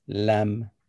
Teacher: lamb has a voiced onset, which is low tone. And then we have a voiced coda, which is double low tone. And stress is plus one, and that leaves a one for low tone.